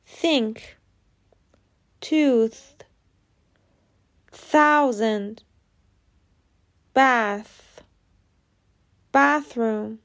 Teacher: این کار دقیقا همون صدایی رو تولید میکنه که گذاشتن زبان بین دندان ها ایجاد میکنه تازه هم آسون تره و هم اون احساس خندهدار رو نداره فقط حواستون باشه که برای تلفظ آن وایس تی نباید تارهای صوتیتون لرزش داشته باشن